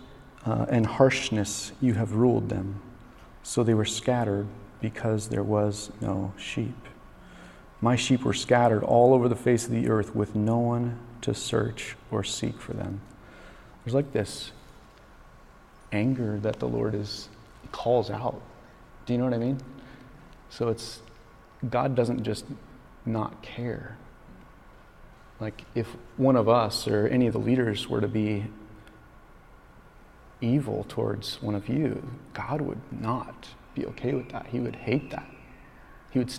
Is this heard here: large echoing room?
yes